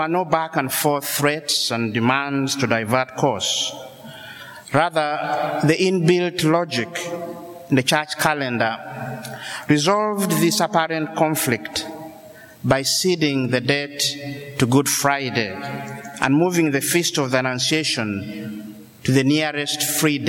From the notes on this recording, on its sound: This homily was preached on April 4th, 2016 in the Notre Dame Seminary chapel